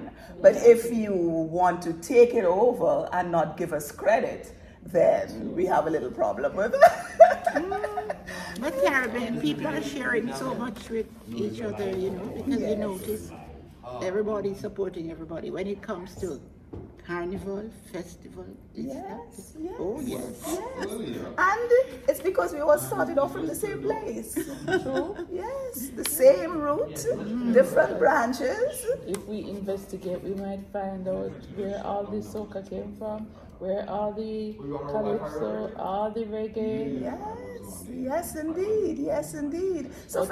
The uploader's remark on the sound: OSO STEELPAN PANORAMA LIVE COVERAGE INTERVIEWS. Interview highlights from OSO's Live Coverage of the Steelpan Panorama Finals.